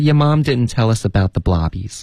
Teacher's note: 然后一般 Brooklyn 的口音都会鼻音比较重的